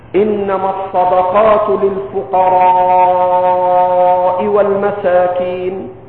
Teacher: هذا مد واجب متصل لاتصال الهمزة · Term: المد المتصل